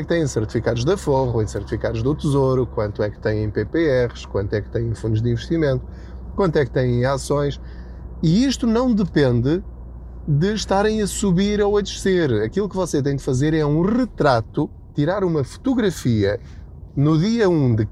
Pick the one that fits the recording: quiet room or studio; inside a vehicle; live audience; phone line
inside a vehicle